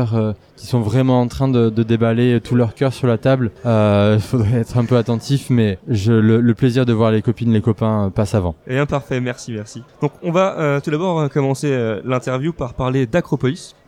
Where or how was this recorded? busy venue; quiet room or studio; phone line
busy venue